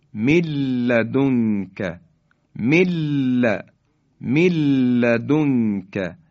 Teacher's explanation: نون ساکن حذف میشه و حرف بعدی یعنی حرف لام مشدد بیان میشه. به کلمه بعدی توجه بفرمایید، و من لا، لا یجب، مثلا میگیم و من لا، و من لا، نون ساکن در لام ادغام میشه.